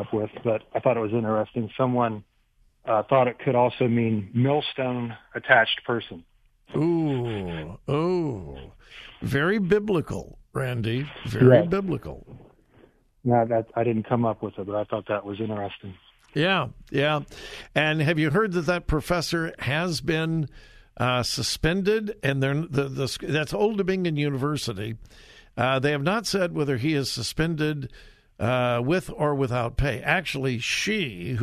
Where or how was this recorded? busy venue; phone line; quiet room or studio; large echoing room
phone line